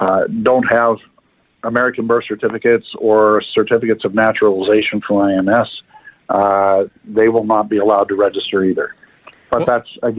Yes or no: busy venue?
no